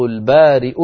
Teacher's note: كذلك سؤالك الثاني، كيف نقف على قوله تعالى في سورة الحشر هو الله الخالق البارئ المصور، أيضا البارئ كتبت الهمزة على ياء فنقف عليها على همزة والياء كرسي للهمزة، فنقول هو الله الخالق البارئ، ري براء مكسورة بعدها همزة ساكنة